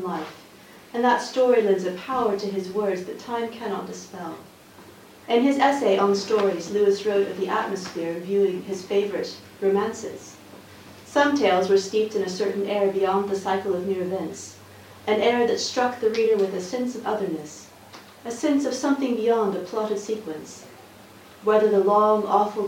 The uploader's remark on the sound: Official book launch at the Oxford C.S. Lewis Society. Recording from the official book launch.